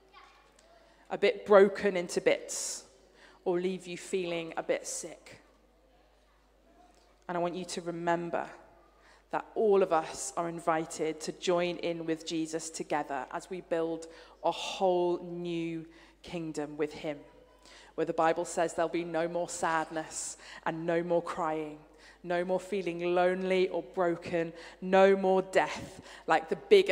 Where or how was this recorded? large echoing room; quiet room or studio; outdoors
large echoing room